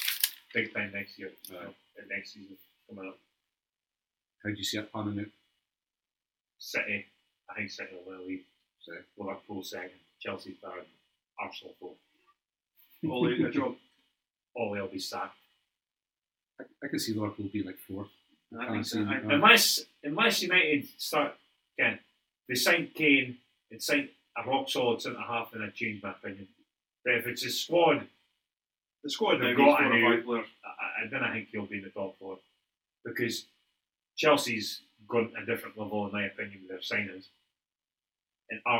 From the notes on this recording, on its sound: Apologies for sound